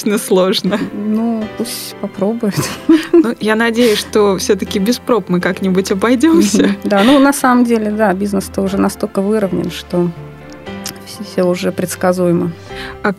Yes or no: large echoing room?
no